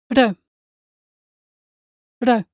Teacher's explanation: And number two is the single R. Remember that the Spanish single R is produced by a single flap against the front of your palate.